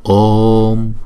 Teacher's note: chữ O là diphthong, chúng ta đọc hai nhịp